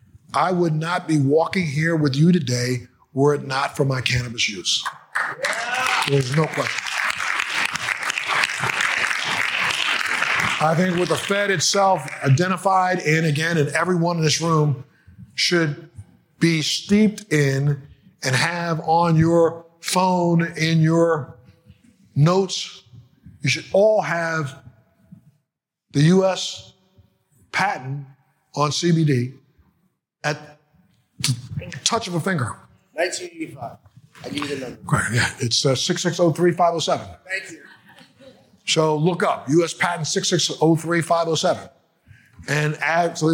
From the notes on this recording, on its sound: the keynote address at the Florida Medical Cannabis Conference on February 22, 2020